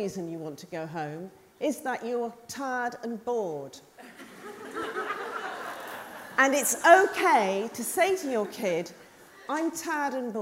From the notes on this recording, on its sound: Recorded live at the Tabernacle in London's Notting Hill.